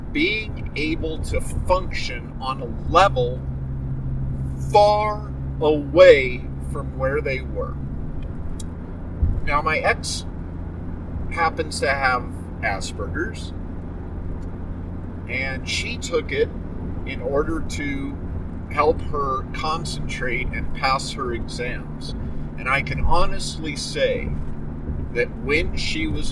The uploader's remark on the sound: I record my shows very often in the work truck as I drive for many hours across Colorado, so my apologies for any road noise, crumpling bags, or other road-travel noises. I use a noise reduction program, but I don't catch everything.